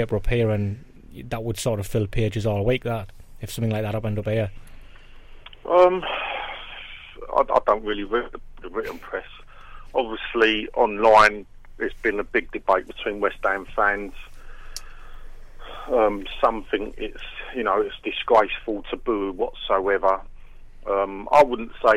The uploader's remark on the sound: Joined us in the studio. Joined us on the phone, too.